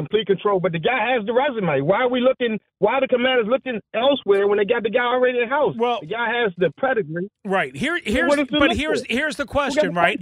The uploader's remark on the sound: Back to the phone lines